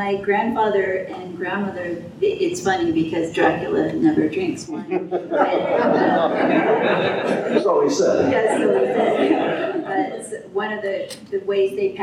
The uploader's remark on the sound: If you couldn't, check out this Q&A from Monster Bash.